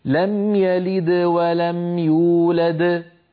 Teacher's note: يولد موقوف عليها إذن قلقلتها كبرى